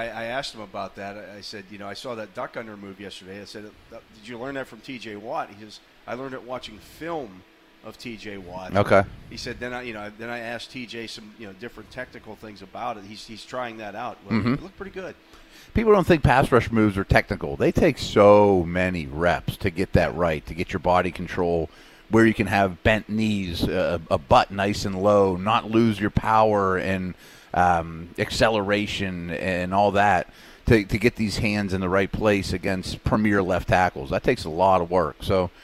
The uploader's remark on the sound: broadcast live from Chuck Noll Stadium as the Steelers take the field for a wet practice